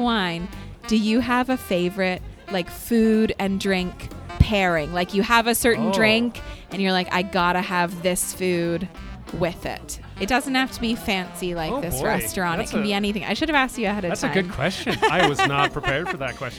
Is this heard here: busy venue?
yes